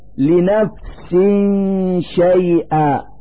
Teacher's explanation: في هذا المثال كسرتان تحت السين من كلمة نفس، نلفظ هاتين الكسرتين نونا ساكنة من مخرج الشين من كلمة شيئا، فنقول لنفس شيئا مع إظهار الغنة التي تدل على نون ساكنة.